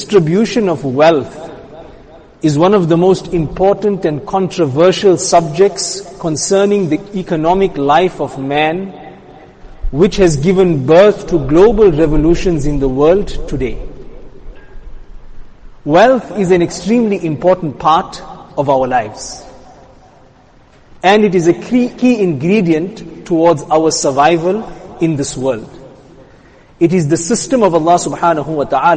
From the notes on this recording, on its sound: Jumuah lecture